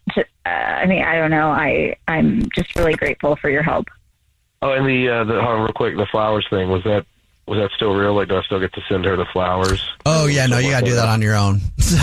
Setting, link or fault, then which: link, phone line